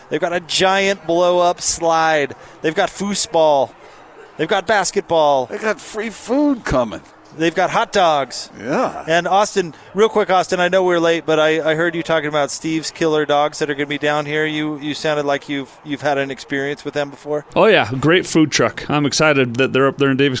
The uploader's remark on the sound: LIVE at Supply Link in Bountiful